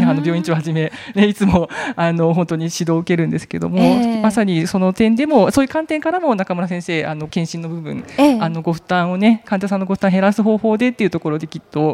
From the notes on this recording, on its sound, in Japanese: 千葉県柏市にある三井ガーデンホテル柏の葉パークサイドにて行われた公開収録の模様をお届けします。